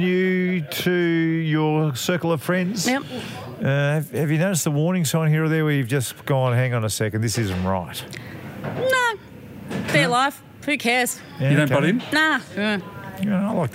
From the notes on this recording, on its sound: We're at the pub this week. Live from a sportsbar.